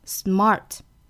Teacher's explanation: work very hard 读得过重就变成了 I will work veryhard，这样就显得很刻意了。那么虚词的话呢，一般我们要把它弱读下来的 I'll work veryhard。那美音的话呢，我们要注意后半句 I'msmart，因为有一个字母 R，我们要读成卷舌的 smart